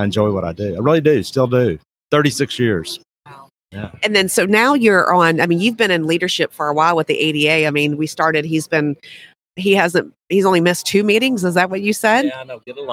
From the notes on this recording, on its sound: LIVE from SmileCon.